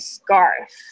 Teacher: c 的声音这边发起来很像葛的声音，因为它在 s 后面的清音